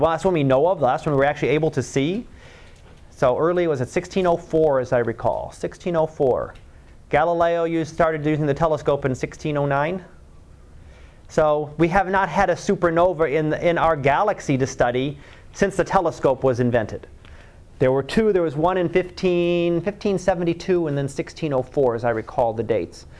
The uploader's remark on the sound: Live Class Lecture